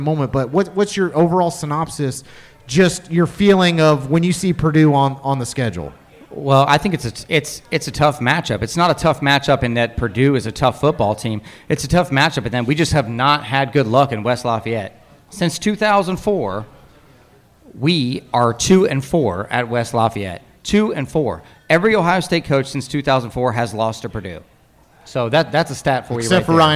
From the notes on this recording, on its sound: Purdue Pre-Game LIVE from Turtle Creek Tavern.